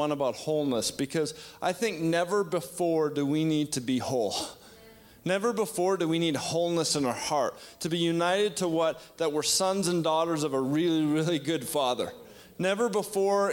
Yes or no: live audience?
yes